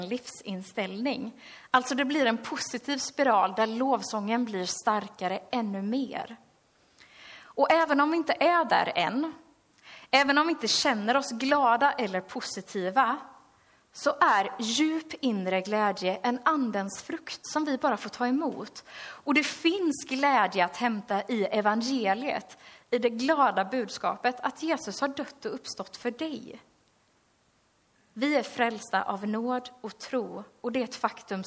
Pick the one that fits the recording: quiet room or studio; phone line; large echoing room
large echoing room